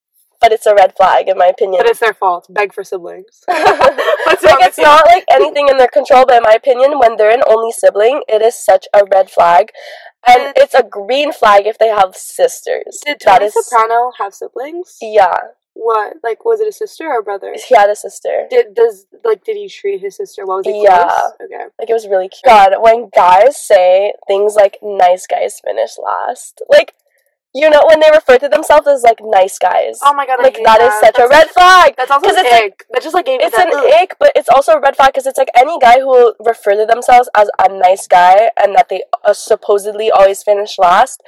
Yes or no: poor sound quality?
yes